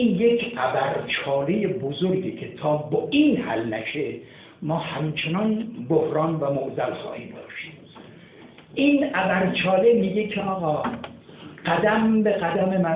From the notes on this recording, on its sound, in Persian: بصورت حضوری. کیفیت پایین صدای ضبط شده از جلسه مناظره.